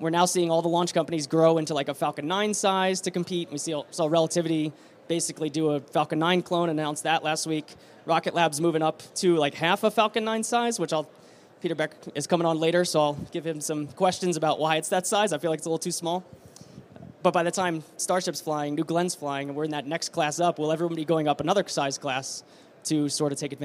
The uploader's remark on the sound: Live from Space Symposium 2023. Live from the Redwire booth at Space Symposium 2023! Then talk with a trio of drop-in guests.